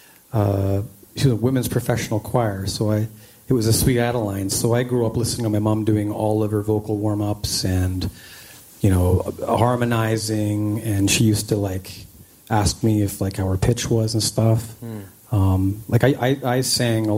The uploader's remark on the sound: taped live at Country Music Week ahead of the 2022 CCMA Awards in Calgary, AB.